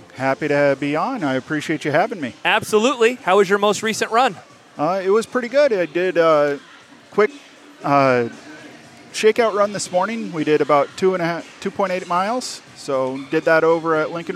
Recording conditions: busy venue